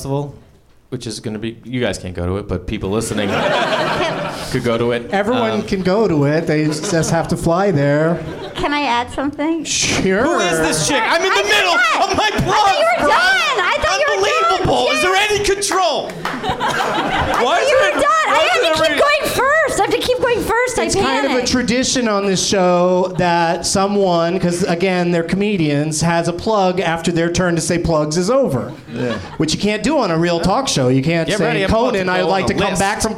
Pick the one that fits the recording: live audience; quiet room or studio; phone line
live audience